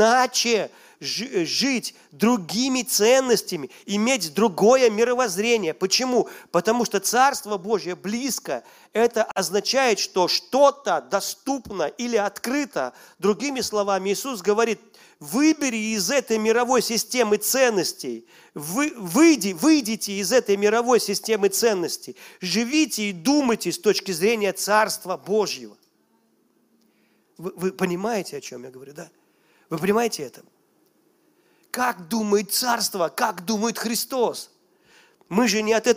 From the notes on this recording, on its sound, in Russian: Запись с молодежного служения из Церкви Божьей города Ярославля.